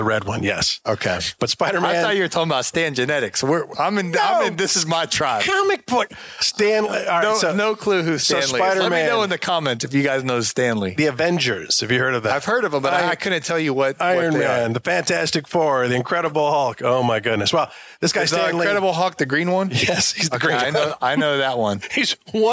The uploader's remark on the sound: recorded at the Lawntrepreneur Academy Live event